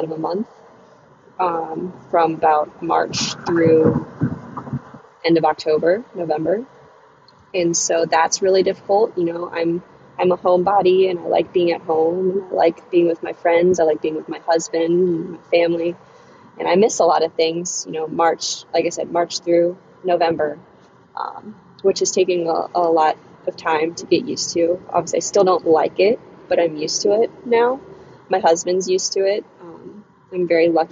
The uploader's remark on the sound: We spoke while she was driving back to Charlottesville from Florida so the audio may get a little choppy at times at spots.